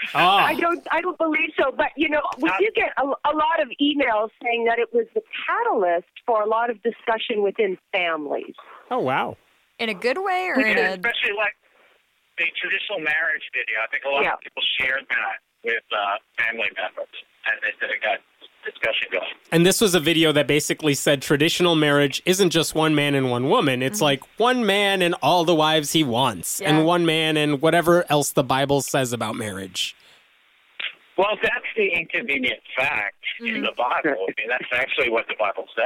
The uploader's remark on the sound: This is our first time trying to host four people on the same phone call, so the audio's not always ideal, but hopefully it's all still audible!